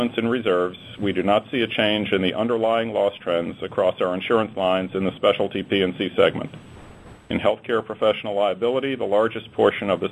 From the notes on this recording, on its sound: ProAssurance Earnings Conference Call